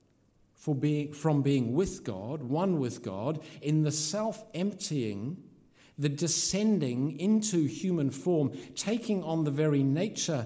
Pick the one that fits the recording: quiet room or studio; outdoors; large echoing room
large echoing room